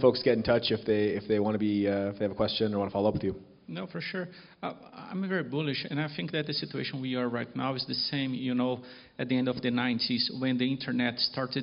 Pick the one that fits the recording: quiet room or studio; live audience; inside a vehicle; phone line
live audience